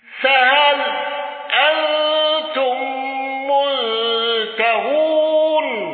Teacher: خلف عن حمزة بالإشباع وترك الغنة